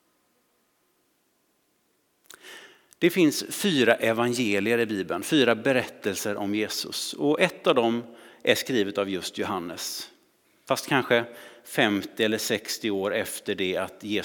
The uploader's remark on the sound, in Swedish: Inspelning från Immanuelskyrkan Skövde.